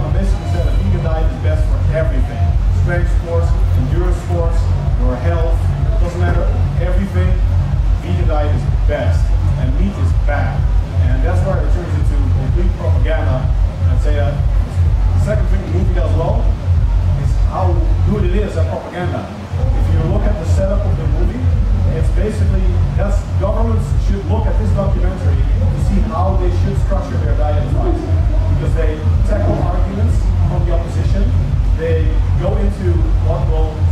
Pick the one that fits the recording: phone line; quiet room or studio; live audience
live audience